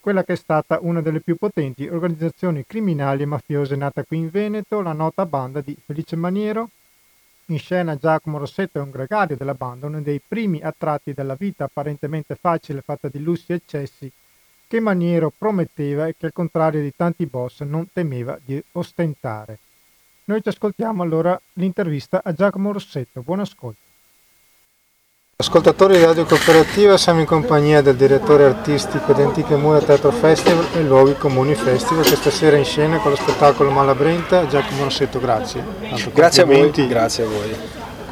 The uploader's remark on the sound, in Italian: Interviste registrate con quattro grandi artisti ad Antiche Mura e Luoghi Comuni Festival al campo della Marta di Cittadella. Diretti da Teatro Bresci che ringrazio di cuore per aver ospitato Radio Cooperativa come Radio ufficiale dei Festival.